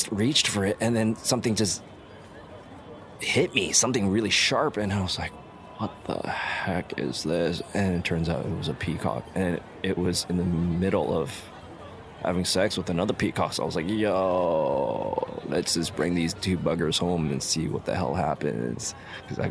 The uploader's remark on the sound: Live from PodCon2020 convention.